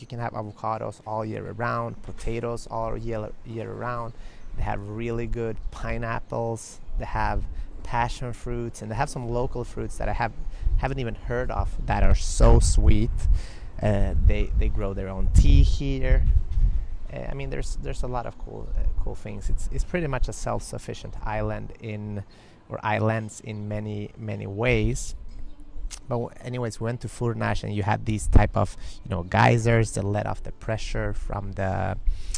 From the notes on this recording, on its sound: This week's episode is recorded live from a small square on a cobblestone street in the magical island of São Miguel in the Azores. There will be a couple of moments of wind in the recording, my apologies, it's the nature of the islands.